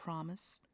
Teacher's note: What you will hear are slightly more open vowels in the word promise.